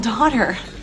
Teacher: No i na samym końcu jednak wymówimy to r, bo Amerykanie lubią wszystkie r wymawiać. Jak się gdzieś pojawia w pisowni, to znaczy, że w wymowie też ma być.